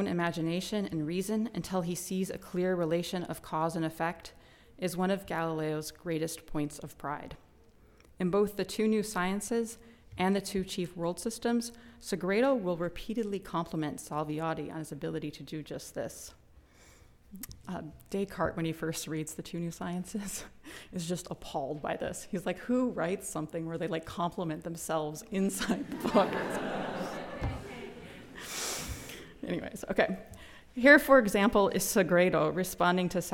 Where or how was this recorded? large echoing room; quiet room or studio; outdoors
large echoing room